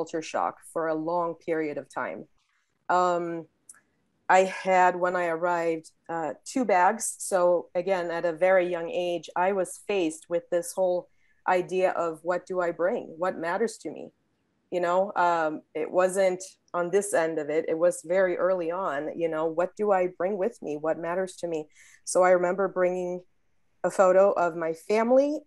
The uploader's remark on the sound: This short story was clipped from my live virtual Show & Tale: Significant Objects in the fall of 2021.